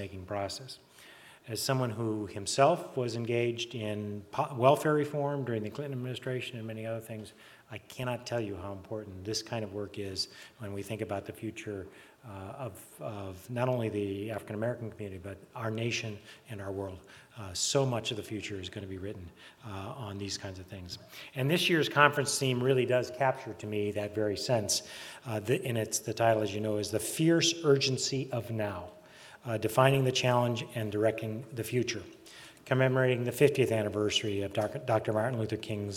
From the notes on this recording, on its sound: Black Policy Conference Keynote. Institute of Politics. Delivered the opening keynote speech of the Black Policy Conference.